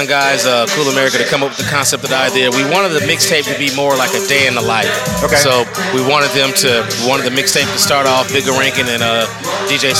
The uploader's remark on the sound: Live at Cool Amerika "…" Listening Party